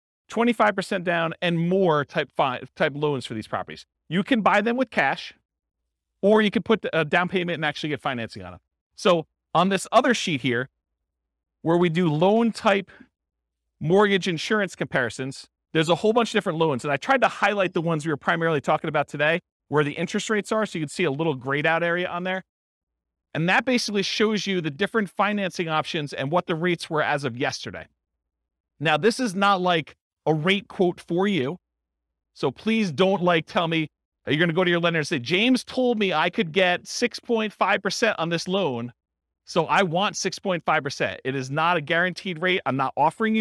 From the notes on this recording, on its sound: This was a live class recorded